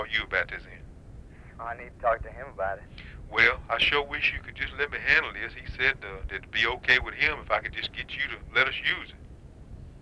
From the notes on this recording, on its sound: RBCP's Personal Prank Phone Calls Collection